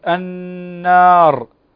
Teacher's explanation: هنا نون مشددة تغن بمقدار حركتين كذلك